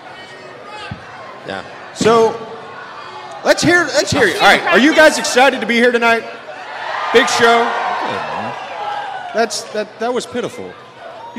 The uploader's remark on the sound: LIVE in Vegas. Live in Las Vegas at NASCAR After The Lap.